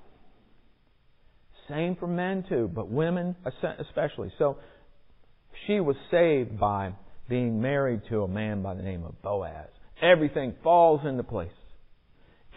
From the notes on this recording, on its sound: Recorded in the sanctuary of MPPC